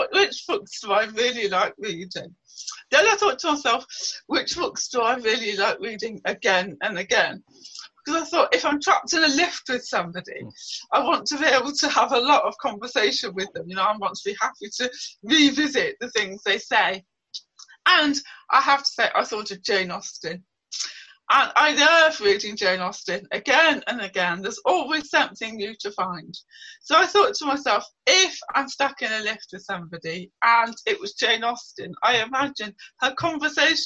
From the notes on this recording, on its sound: This episode was recorded over Zoom prior to the most recent UK lockdown.